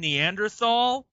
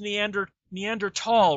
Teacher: even though the T and the H are butted together, they're not pronounced together. · Shown in: second take